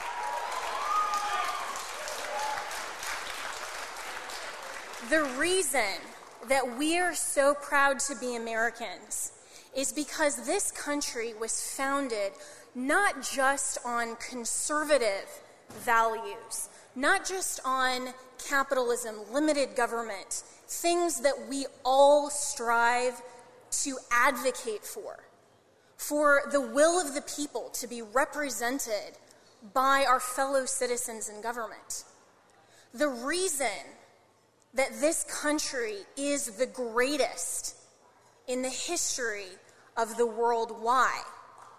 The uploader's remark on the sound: Keynote from the New York Young Republicans Club